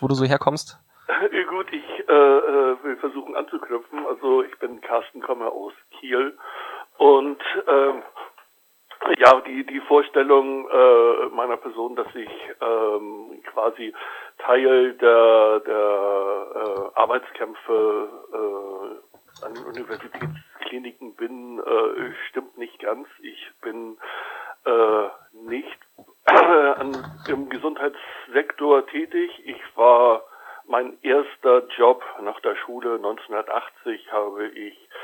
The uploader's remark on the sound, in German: Ausnahmsweise mal nicht live, dafür wie immer mit tollen Gästen. Am Telefon.